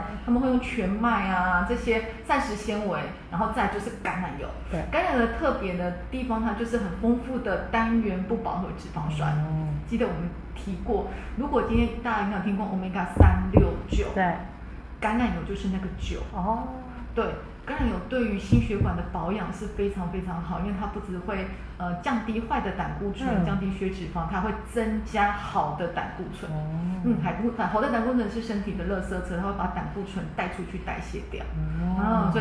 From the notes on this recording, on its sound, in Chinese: 因更換錄音地點，聲音有點空曠，再請多多包涵